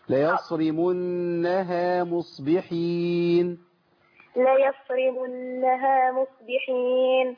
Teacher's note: ما فخمش الهاء ولا الالف لان الهاء والالف مرققين